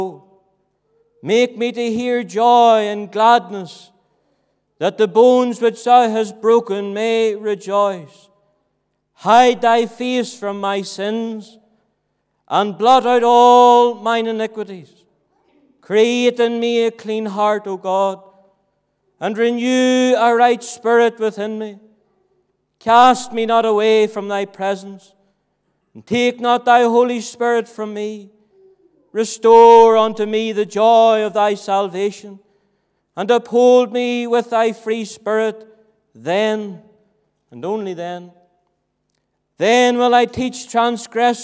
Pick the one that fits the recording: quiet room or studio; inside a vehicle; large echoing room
large echoing room